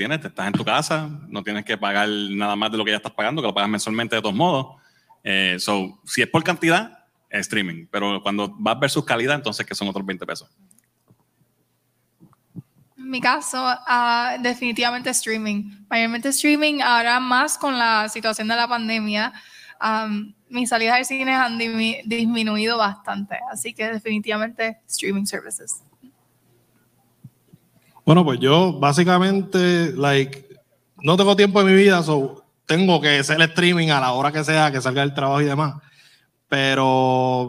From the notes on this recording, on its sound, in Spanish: Grabación ¡EN VIVO! De nuestro panel en el Puerto Rico Comic Con 2022.